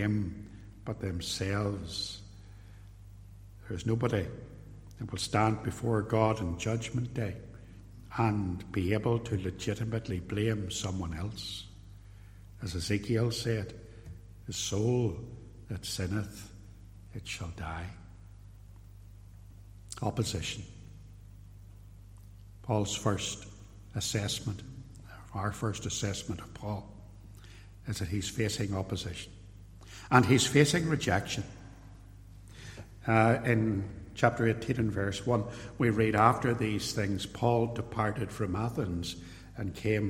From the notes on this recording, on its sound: Recorded at Templepatrick Reformed Church.